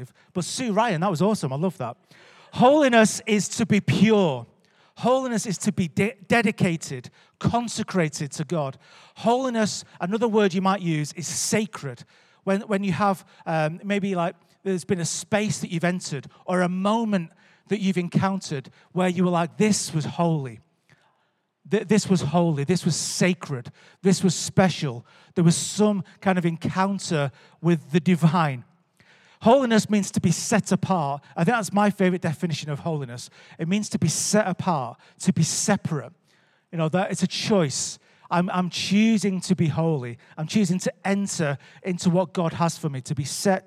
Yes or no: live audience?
yes